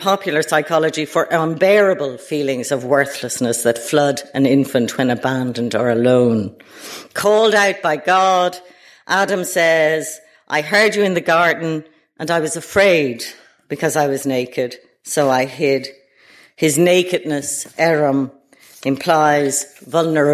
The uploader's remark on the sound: delivered at the British Museum